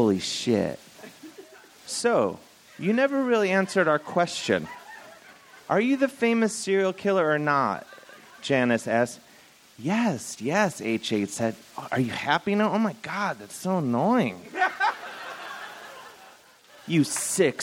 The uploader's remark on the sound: Recorded at SF Sketchfest, January 30, 2015.